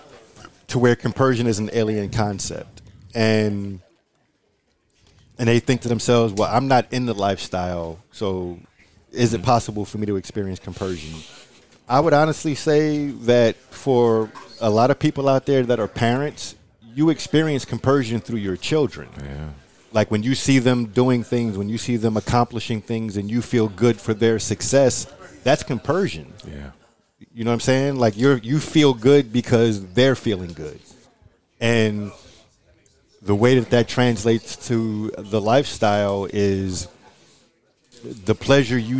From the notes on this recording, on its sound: I was joined by many friends and contributors and team members at Splash Mocha in Houston. There was a small gathering in my suite as we kicked off the site and you will hear the festivities and jovial atmosphere in the background. Normally I would have done this in a quiet space but I wanted everyone who was listening to hear the energy in the room.